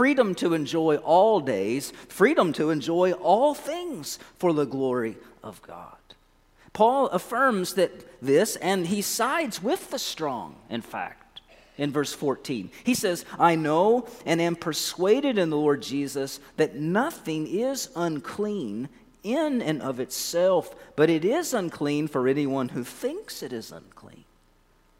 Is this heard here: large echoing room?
yes